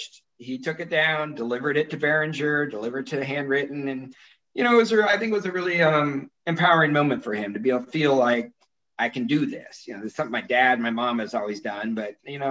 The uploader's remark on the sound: SIP Virtual Wine Tasting and Q&A